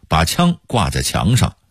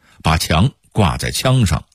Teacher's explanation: 平谷话的显著特点是汉语拼音的阴平与阳平互换 · Shown in: second take